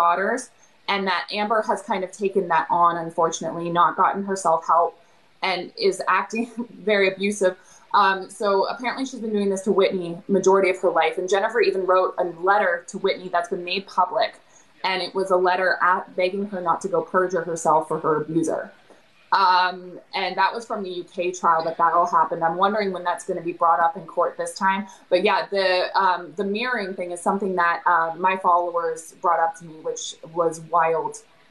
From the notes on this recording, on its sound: joined her on a live on her TikTok